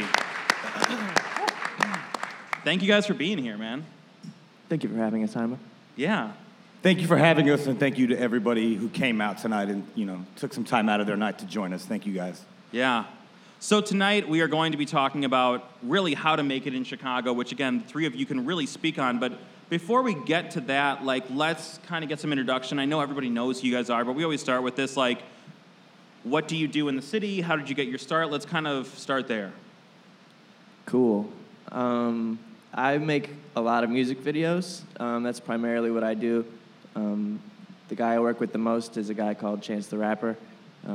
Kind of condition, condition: setting, live audience